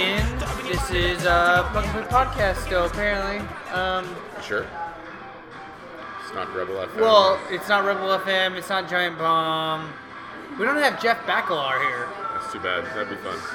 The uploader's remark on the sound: we are live from another brewery